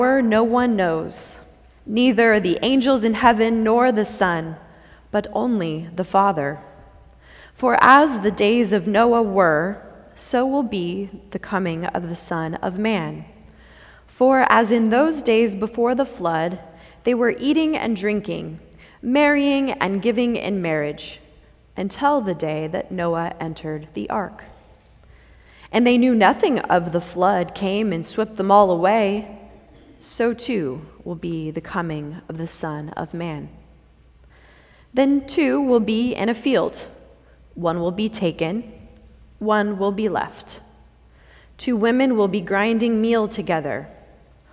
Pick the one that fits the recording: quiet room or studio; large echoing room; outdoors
large echoing room